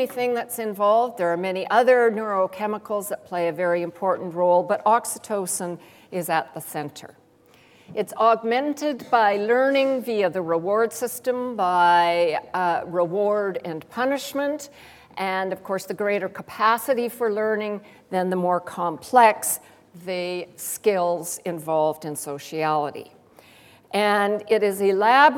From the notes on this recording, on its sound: Gifford Lecture - Recorded 11 May, 2010 at St Cecelia's Hall, The University of Edinburgh